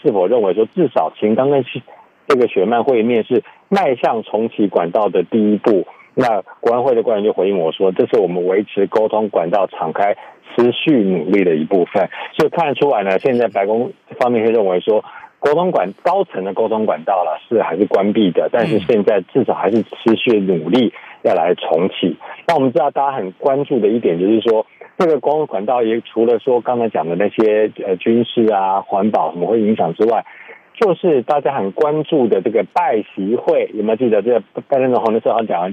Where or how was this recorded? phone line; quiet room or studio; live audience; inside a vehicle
phone line